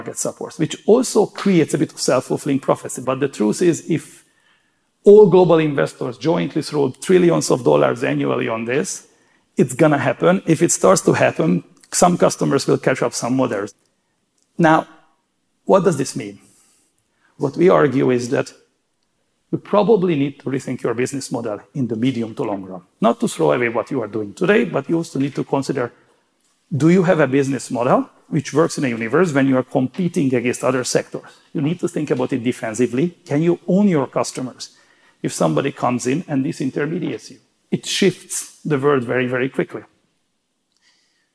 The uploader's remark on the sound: Speaking at an event for aspiring CEOs that McKinsey held in San Diego earlier this year.